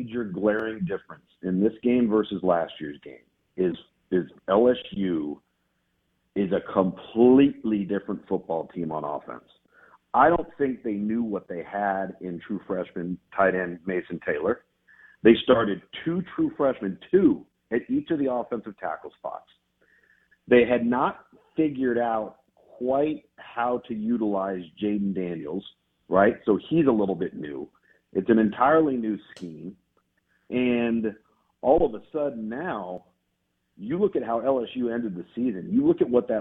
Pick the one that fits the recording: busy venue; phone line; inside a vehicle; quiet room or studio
phone line